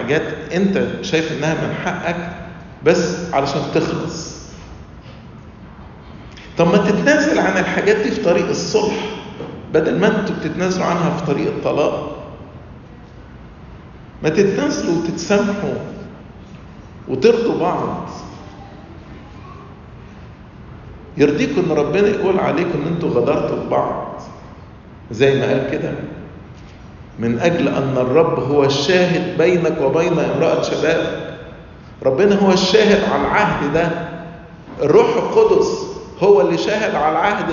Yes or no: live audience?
yes